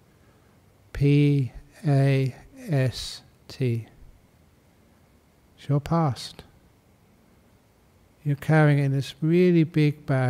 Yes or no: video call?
no